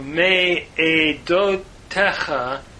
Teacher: we have compensatory lengthening under the mem from a hirik to a tseri.